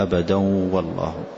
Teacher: نحذف النون تماما ونبقي لها الصفة وهي الغنة · Term: الإدغام